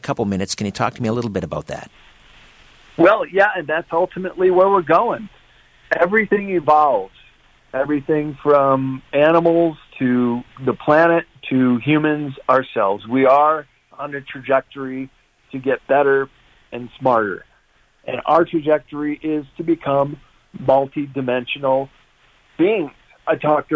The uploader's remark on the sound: opens the phones for listener questions and comments